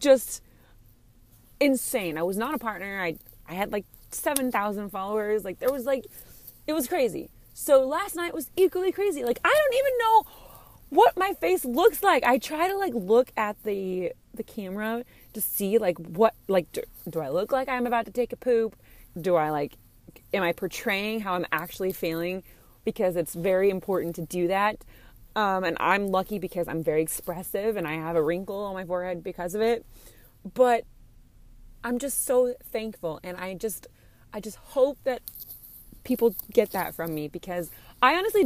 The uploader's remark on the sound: In the Car episode.